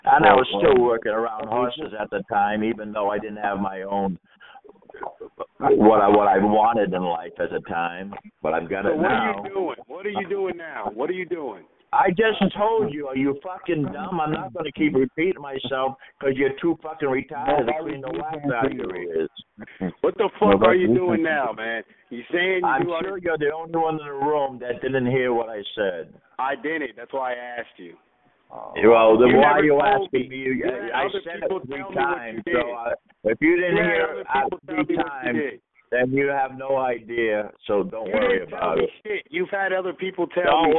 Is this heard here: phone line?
yes